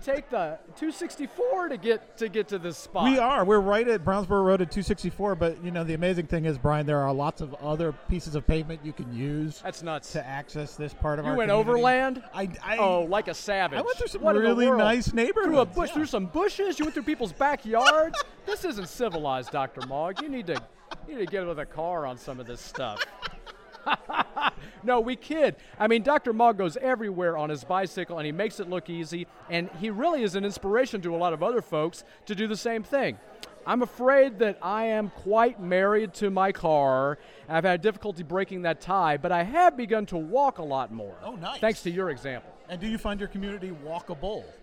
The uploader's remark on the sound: WFMP pulled volunteers, supporters, and friends of the station together for a special celebration. Listen in to hear a recording of our live broadcast from the party.